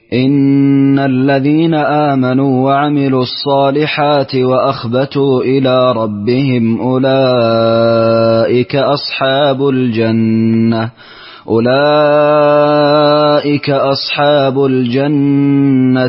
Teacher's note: قرأت لقالون قصرت المنفصل أسكنت ميم الجمع